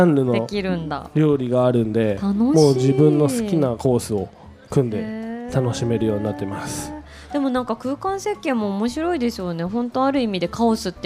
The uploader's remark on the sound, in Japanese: 番組がスタジオを飛び出して、虎ノ門ヒルズステーションタワーB2Fの「T-MARKET」へ出張収録をしてきました！素敵なフードと一緒にたっぷりお話した模様をお届けします。